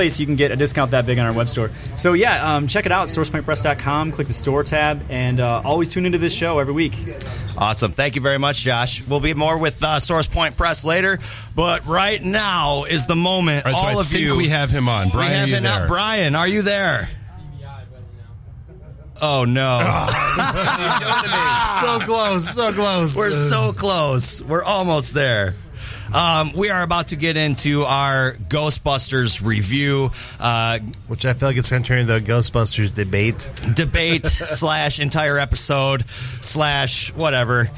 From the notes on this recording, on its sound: Live From Liberty Comics